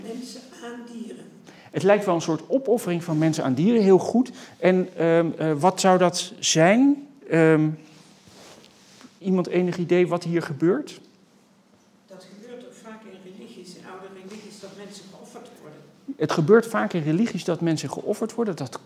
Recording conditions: large echoing room